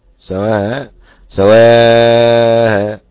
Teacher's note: سواء يقف حمزة لها بالتسهيل مع المد والقصر لأنها ليست متطرفة لأنها متوسطة